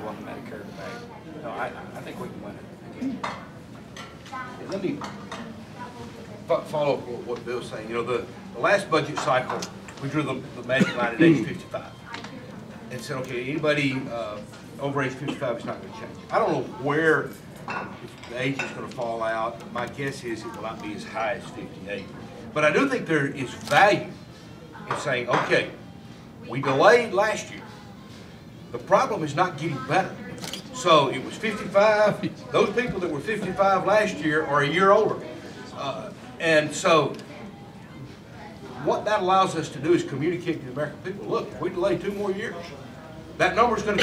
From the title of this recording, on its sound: Address The Ripon Society on March 5, 2013